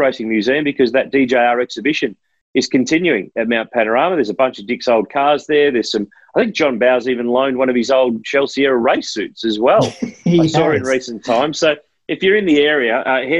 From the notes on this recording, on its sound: recorded over Zoom